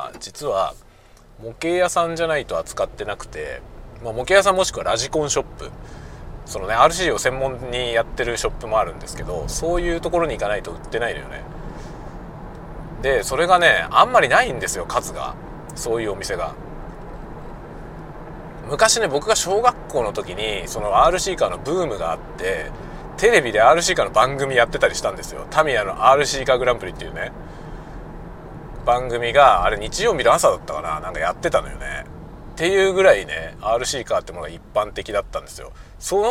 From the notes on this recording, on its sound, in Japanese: 車運転しながら雑談。仕事で訪問先へ向かう車内で運転しながら録音したものです。